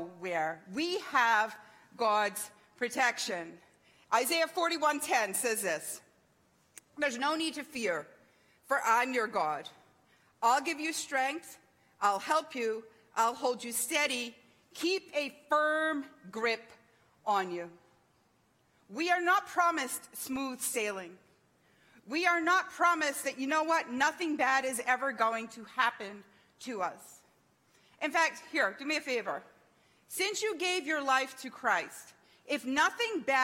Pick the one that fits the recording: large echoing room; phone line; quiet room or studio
large echoing room